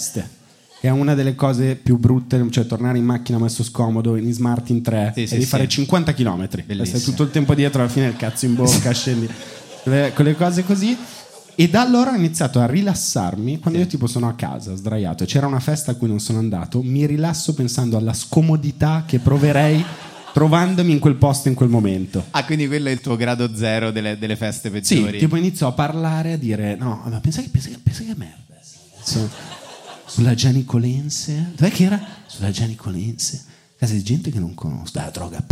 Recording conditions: live audience